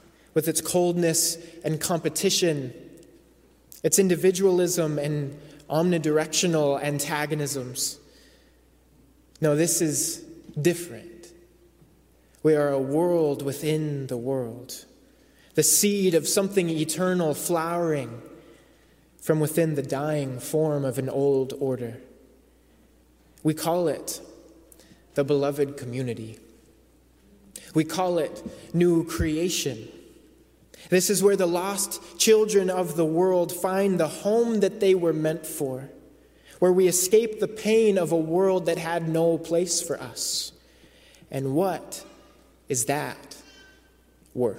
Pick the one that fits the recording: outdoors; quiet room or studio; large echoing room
large echoing room